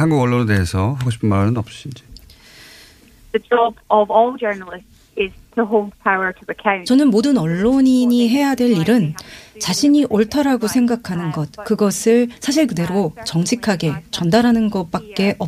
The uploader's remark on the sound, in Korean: 전화연결